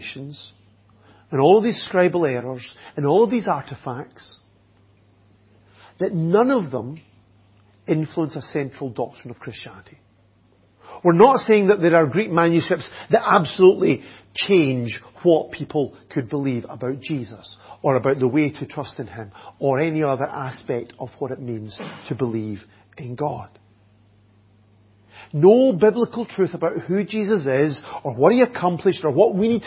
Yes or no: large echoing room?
yes